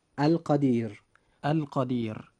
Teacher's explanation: نجد أن حرف الراء جاء وقبله حرف من حروف اللين وهو حرف الياء، لذلك وجب ترقيق حرف الراء عند نطقنا لهذه الكلمة